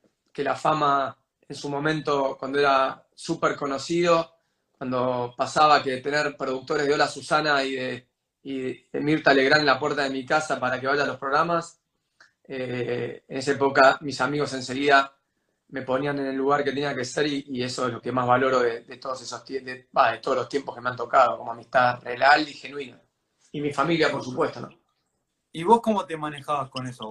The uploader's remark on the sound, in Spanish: entrevistar por instagram Live